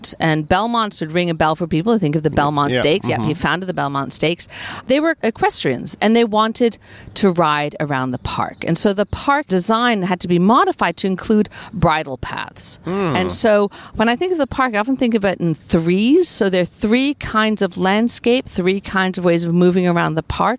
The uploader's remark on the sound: In this rambling walking tour. Visits some of the most beloved attractions of the park including Bethesda Terrace and Fountain , Naumburg Bandshell , Bow Bridge and Belvedere Castle.